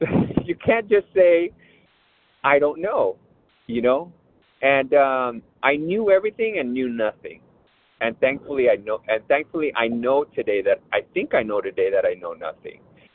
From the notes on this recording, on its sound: 100 Pounders Phone Meeting